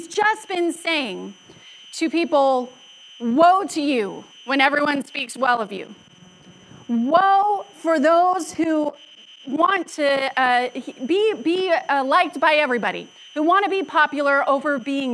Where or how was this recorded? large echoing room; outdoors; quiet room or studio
large echoing room